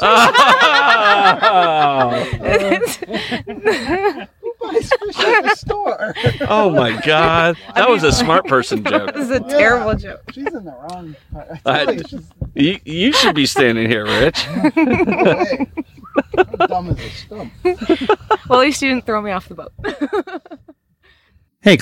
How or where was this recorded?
outdoors